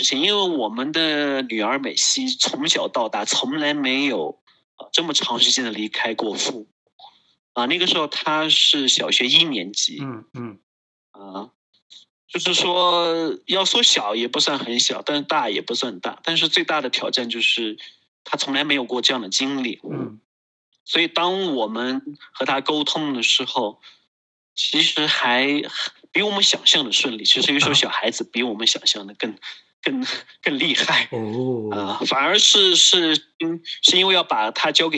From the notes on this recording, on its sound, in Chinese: 錄音地點 台灣新竹、雲南昆明。